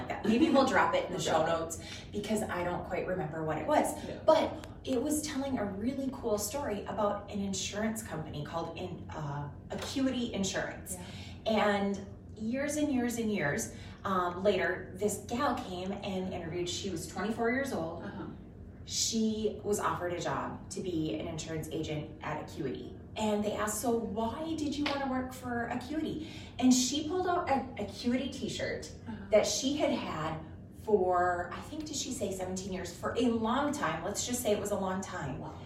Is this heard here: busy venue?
yes